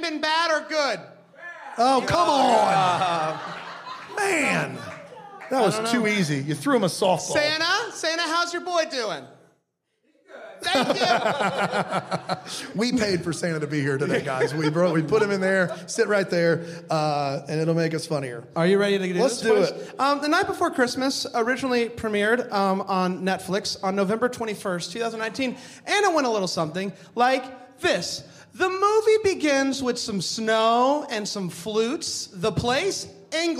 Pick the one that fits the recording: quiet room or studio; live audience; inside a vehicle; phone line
live audience